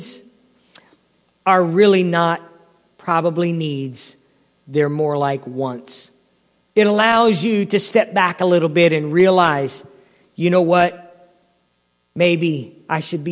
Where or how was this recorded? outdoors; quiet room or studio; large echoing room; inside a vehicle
large echoing room